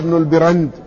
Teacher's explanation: بكسر الباء وبفتح الراء، هكذا ينطق، هكذا نطقه الأمير يعني ابن ماكولة، وبعض أهل العلم سماه البرند بفتح الباء.